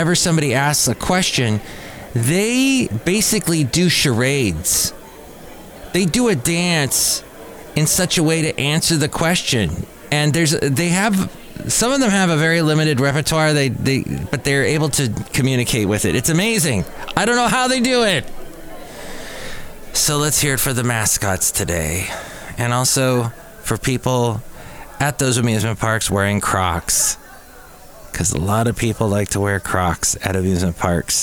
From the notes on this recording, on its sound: podcasts live from Cafe Anyway